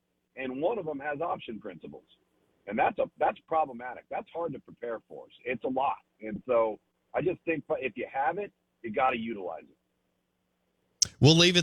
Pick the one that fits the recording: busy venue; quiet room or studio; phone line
phone line